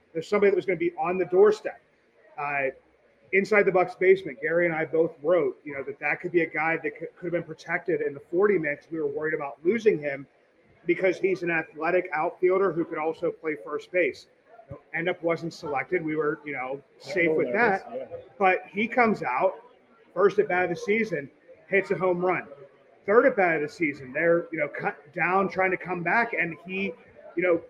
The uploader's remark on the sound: Goes live from Allegheny City Brewing, in the heart of Deutschtown. For the Pirates Home Opener.